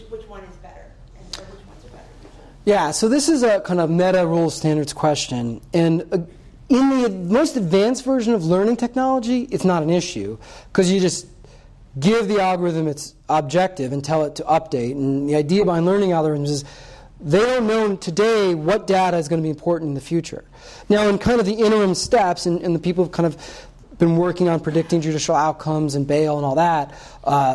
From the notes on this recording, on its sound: This Coase Lecture was presented on February 21, 2017.